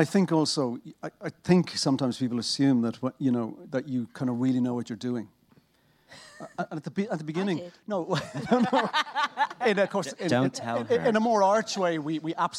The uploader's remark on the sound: Soundtracking Live At The BFI. The latest episode of Soundtracking finds us out and about once more, this time at the British Film Institute on London's South Bank. In front of an audience. There's a bit more talking and a bit less music than we usually serve up.